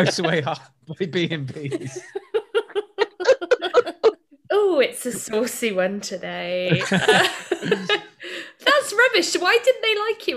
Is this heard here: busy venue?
no